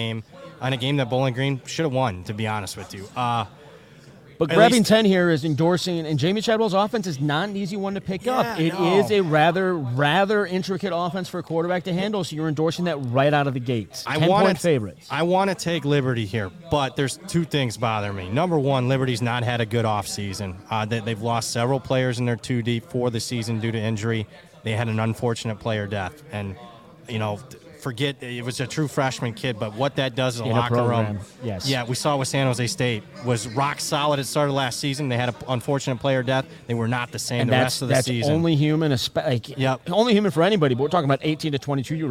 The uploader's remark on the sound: LIVE FROM CIRCA SPORTS. Hit The Books is LIVE on location from the Circa Sportsbook in Las Vegas, Nevada!